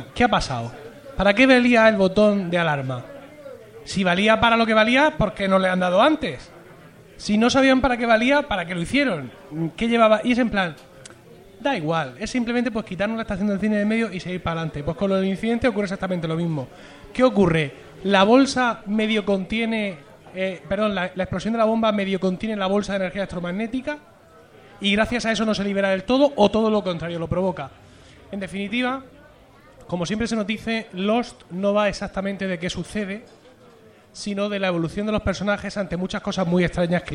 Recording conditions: busy venue